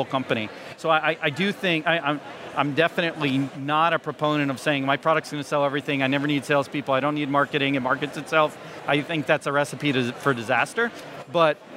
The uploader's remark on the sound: This week's episode of the SaaS Revolution Show is a live recording from SaaStock 2019.